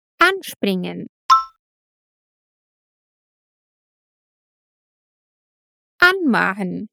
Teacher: com verbos separáveis, a tônica, a parte mais forte da sílaba, recai no prefixo